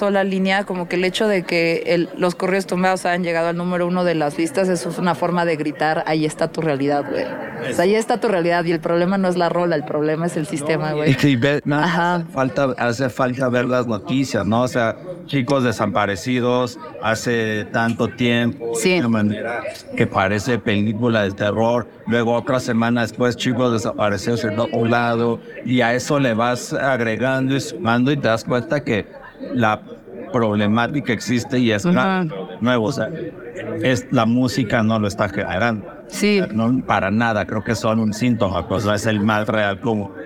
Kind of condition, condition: setting, busy venue